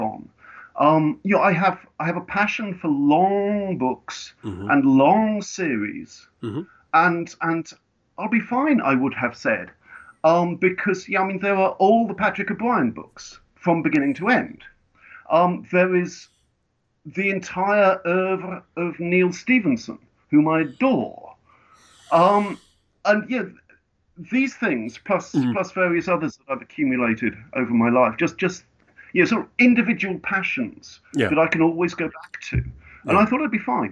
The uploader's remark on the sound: fires up Skype